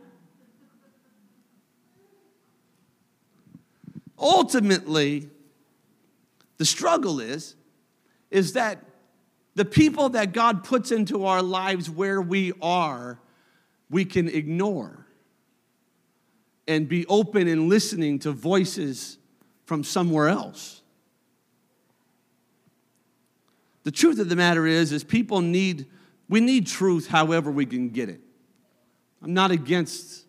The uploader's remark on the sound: a service recording from Connect Point UPC